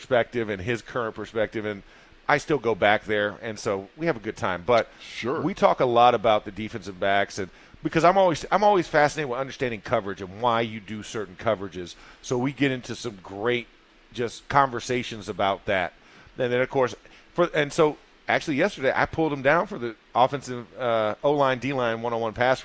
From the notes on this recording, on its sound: In the Locker Room Live from Steelers Training Camp Day 6. Are live from the second day of full pads.